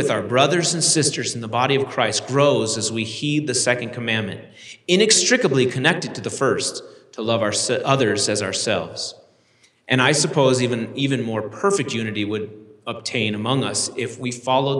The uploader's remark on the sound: delivered this University Conference address on April 27, 2023